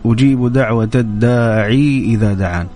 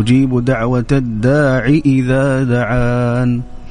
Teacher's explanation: الداعي هنا ليست بالياء إنما بالكسرة · Shown in: second take